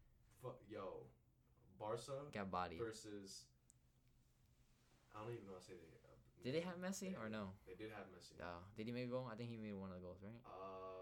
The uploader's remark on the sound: We finally meet up in person and record after so long! The energy is a bit over the place and some audio issues.